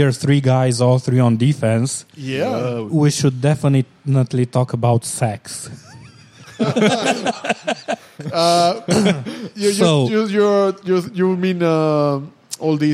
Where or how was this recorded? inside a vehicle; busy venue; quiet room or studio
busy venue